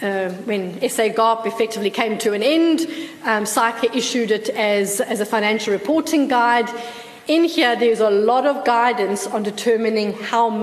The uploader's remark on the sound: Pensions Conference held at the Lord Charles Hotel on Monday 3 August 2015